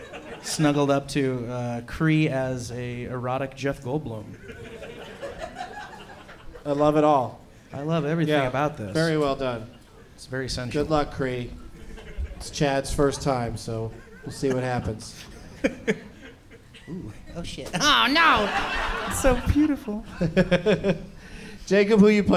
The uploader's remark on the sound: Live from Cobb's Comedy Club in San Francisco